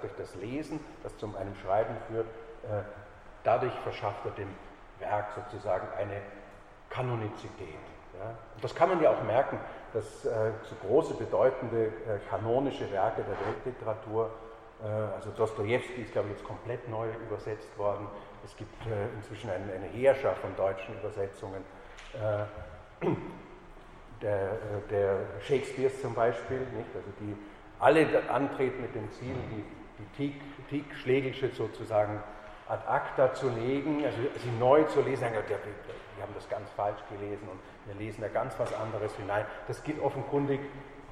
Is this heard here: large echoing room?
yes